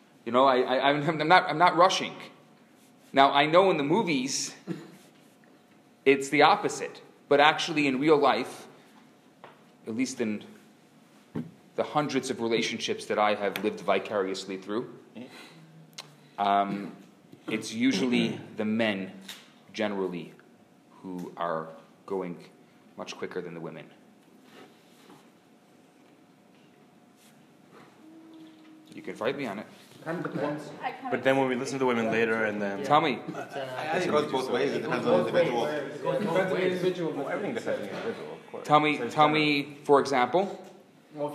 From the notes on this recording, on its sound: Recorded Live at Rohr Chabad NDG in Montreal, Canada.